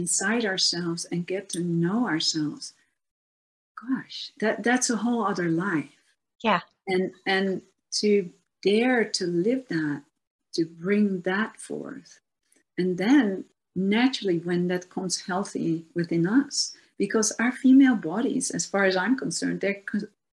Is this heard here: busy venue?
no